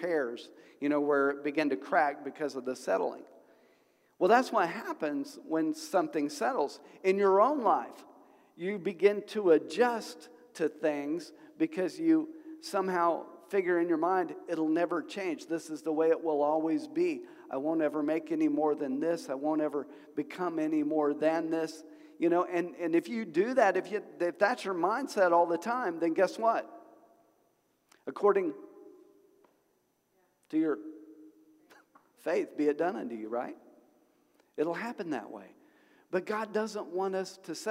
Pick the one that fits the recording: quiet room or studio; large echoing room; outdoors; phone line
large echoing room